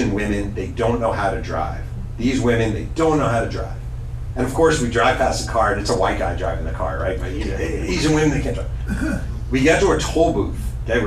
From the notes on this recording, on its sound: Giving a journalism talk at the Covington. Asked to speak to a group of senior citizens at the Covington in Southern California. The chat was recorded.